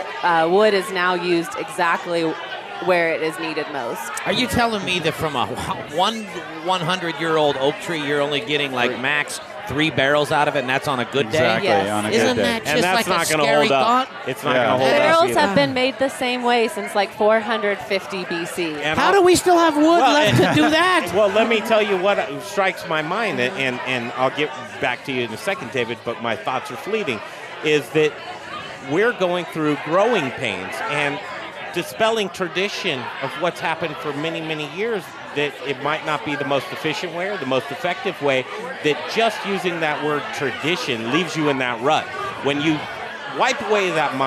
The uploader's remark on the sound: The Modern Eater Show Live from Intrepid Sojourner Beer Project! We're here for their inaugural gingerbread house competition, along with Spice Trade Brewing Company, Root Shoot Malting, and Inland Island Yeast Company.